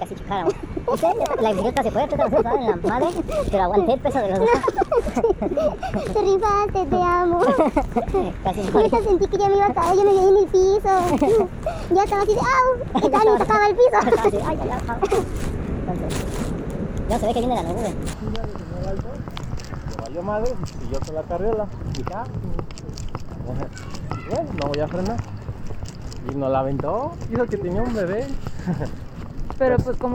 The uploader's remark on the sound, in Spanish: Disculpen por el ruido pero íbamos en el criollito móvil y apenas y podíamos mantener el equilibrio